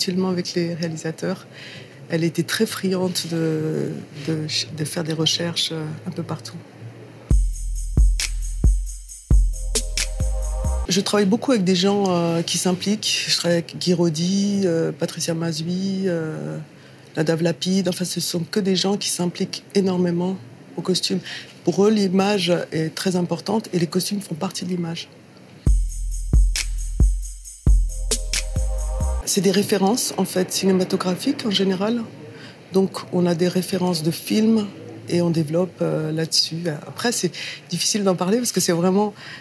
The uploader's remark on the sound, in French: Lors du 76ème Festival de Cannes